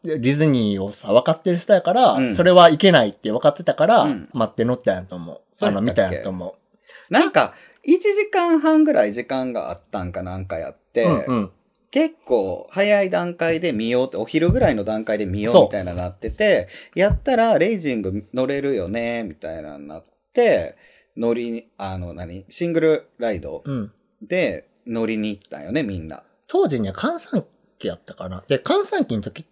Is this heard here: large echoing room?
no